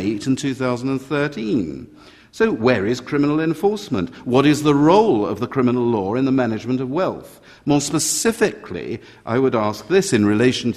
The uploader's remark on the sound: At this event, four of our experts will share and discuss their work with the audience